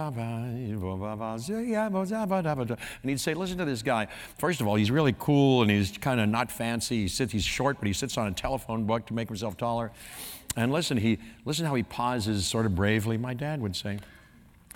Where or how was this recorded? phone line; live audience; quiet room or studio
live audience